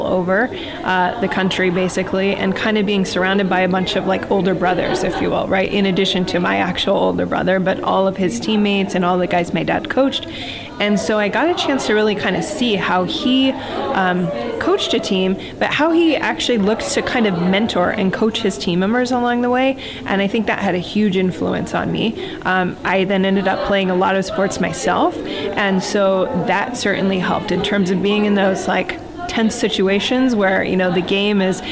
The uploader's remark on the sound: joins us from the 2017 Women in Cybersecurity Conference